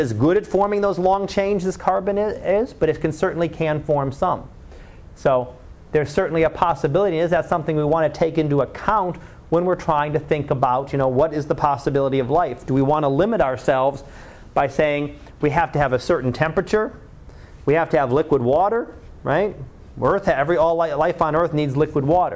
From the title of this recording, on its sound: Live Class Lecture